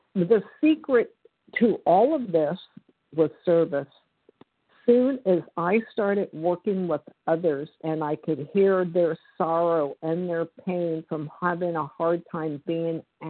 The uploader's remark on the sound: the 100 Pounders Phone Meeting